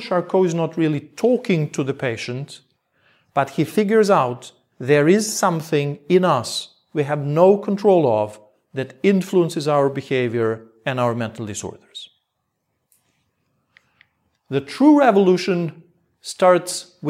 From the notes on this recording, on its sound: Part of a lecture. At Mittelweg 50 in Berlin 23 of February 2019 for Berlin Psychoanalytic.